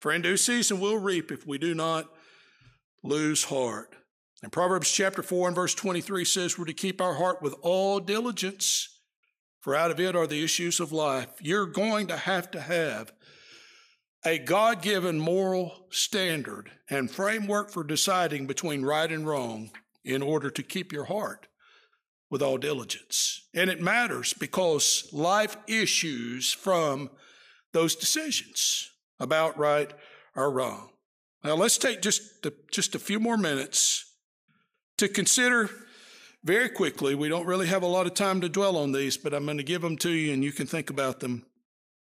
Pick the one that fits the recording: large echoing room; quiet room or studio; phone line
large echoing room